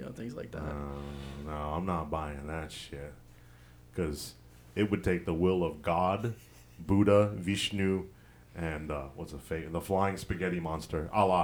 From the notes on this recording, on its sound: Sorry for the buzzing toward the end. Thanks, shitty Amazon equipment.